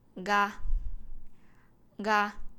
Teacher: 我们的舌头后面的位置呢，会往上顶，软腭的一点点的位置，去发出这个音的